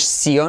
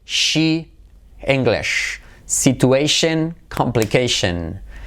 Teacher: Cuarta letra clave, sonido SH, no solo está en she o English, sino también tenemos en palabras como situation, complication. El setion no es sion, sino shen, shen. · Shown in: second take